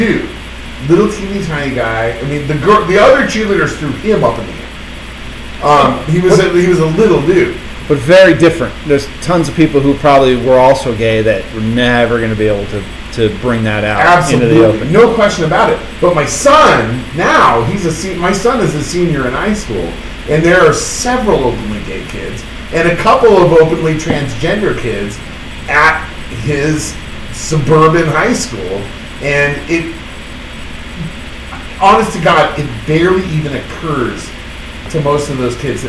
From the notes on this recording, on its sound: Apologize in advance for the audio problems.